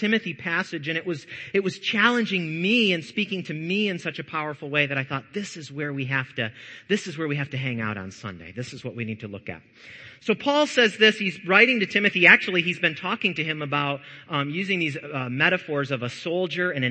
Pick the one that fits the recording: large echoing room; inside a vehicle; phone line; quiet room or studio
large echoing room